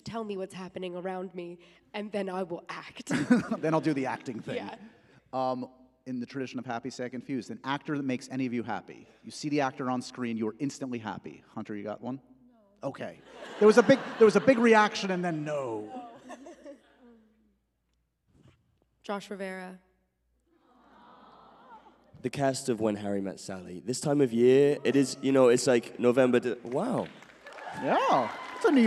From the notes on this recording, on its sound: A LIVE taping and goodbye to their press tour.